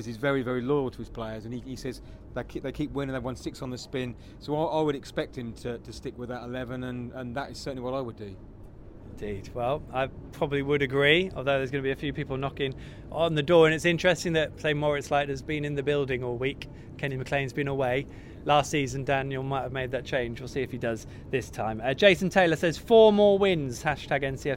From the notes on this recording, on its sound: LIVE from The Railway Tavern in Dereham. All Canaries supporters are welcome every week to pop along to the pub and have their say live on the show.